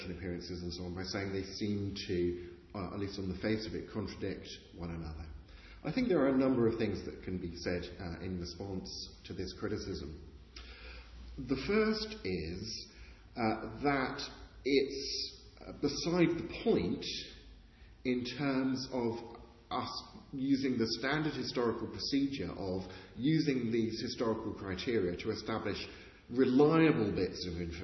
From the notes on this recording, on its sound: Interview recorded on 21st March 2019, in the chapel at Wycliffe Hall, Oxford